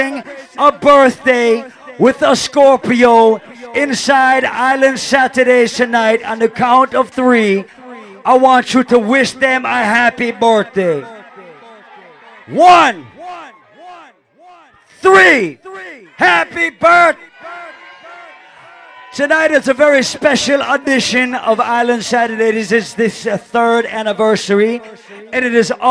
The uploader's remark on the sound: LIVE AT ISLAND SATURDAYS ON OCT 29